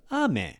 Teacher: the word for rain, it's ame. It's higher than lower, okay? We're going to practice this a little bit more throughout the week. · Term: pitch accent